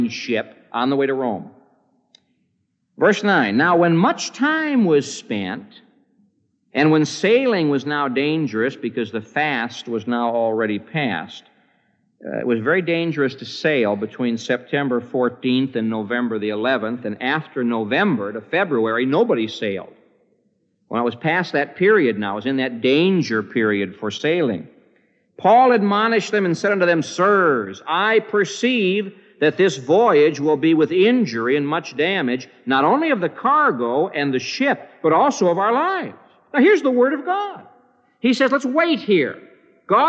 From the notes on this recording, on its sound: This message was preached on September 28, 1975, at the Moody Church in Chicago, IL.